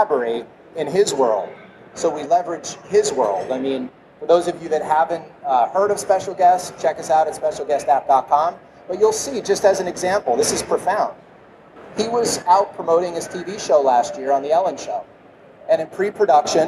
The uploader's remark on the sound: at Collision conference